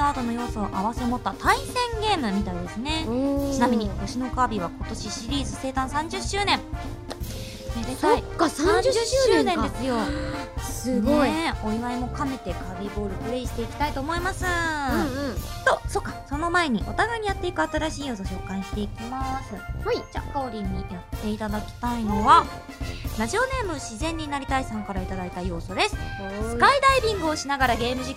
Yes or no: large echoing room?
no